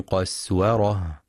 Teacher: يخطئ من يقرأ قسورة بتفخيم السين فتصبح صادا قصورة، والصواب ترقيقها